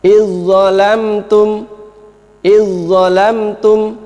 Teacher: Maka ini idgham kamil, maka dhal seakan-akan tidak ada. Ya, maaf. Jadi seperti ini, dhalnya seakan-akan tidak ada.